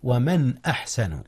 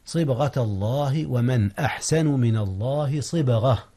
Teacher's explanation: وهنا إظهار يا أستاذنا، حيث أظهرت النون قبل الهمزة وهي من أحرف الحلق